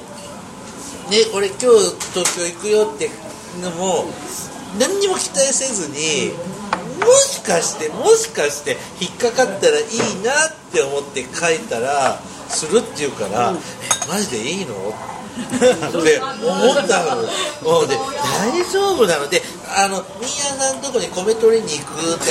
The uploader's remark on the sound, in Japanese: 四十路と三十路の二時間ほどの呑み会を、大胆にほぼほぼカットせず、まったりとだらだらと、リアルな雑音混じりの『今日くも』オフ会トーク。生々しいお開き感もお送りする２０分なので。